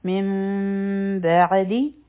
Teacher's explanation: یو مونږ اقلاب وکړو، د نون آواز په میم کې بدل شو، دوه سیکنډه ټایم ورکو، دا د ایم اخفا وه.